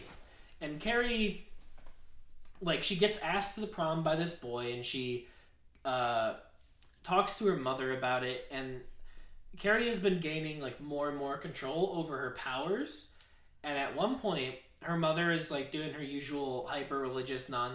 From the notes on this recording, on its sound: The audio is a little echoey due to the space we recorded in.